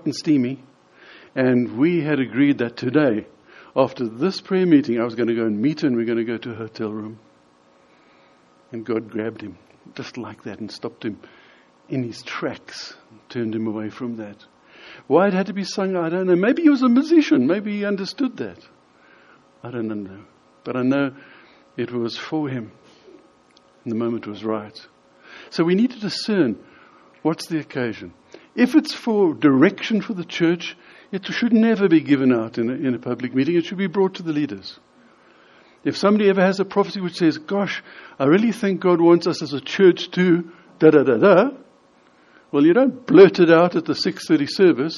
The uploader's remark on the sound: In this sermon, delivered at the Lonehill Village Church on Sunday 24th June 2018.